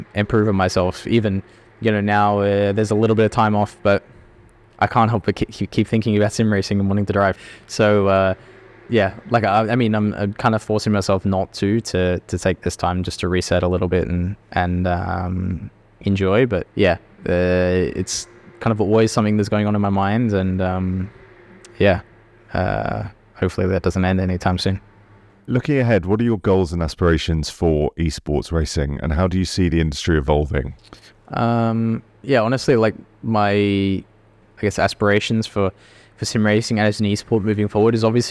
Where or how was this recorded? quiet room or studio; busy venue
busy venue